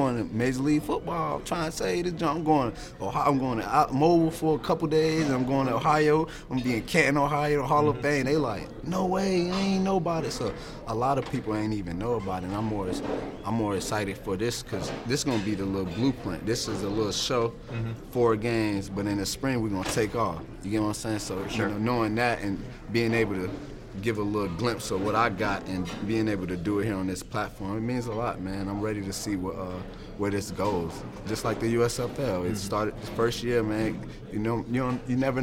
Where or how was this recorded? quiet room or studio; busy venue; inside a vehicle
busy venue